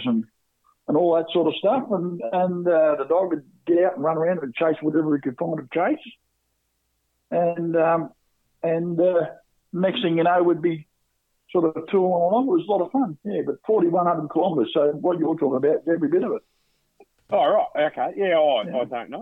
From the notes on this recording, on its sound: a couple of guest callers